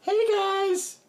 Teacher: Oh, that was a little breathy, but we'll take it.